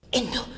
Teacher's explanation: Zunächst beim Wort into heißt die Angabe flüstern mit einem heftigen Luftstoß.